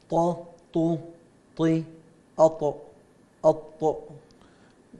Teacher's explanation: ننتقل إلى الطاء. الطاء تخرج من طرف اللسان مع أصول الثنايا العليا